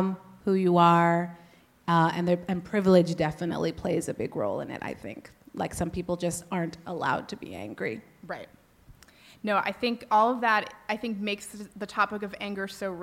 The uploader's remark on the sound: F*ck Mom Guilt World Tour Live. Joined live on stage at Betabrand in San Francisco.